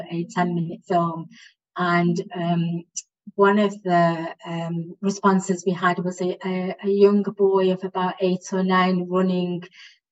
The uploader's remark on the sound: On Zoom.